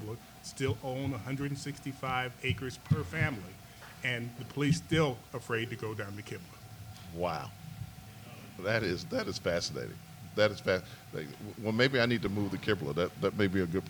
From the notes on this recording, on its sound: Recorded live at Mama’s Breakfast and BBQ in Macon, Georgia.